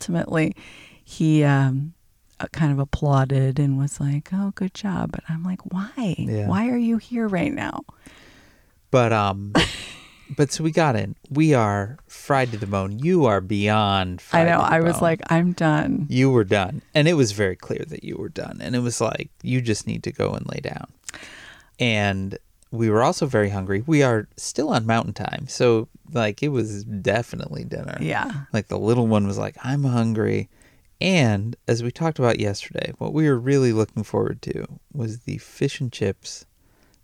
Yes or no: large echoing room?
no